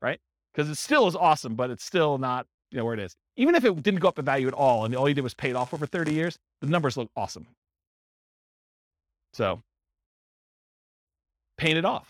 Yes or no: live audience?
yes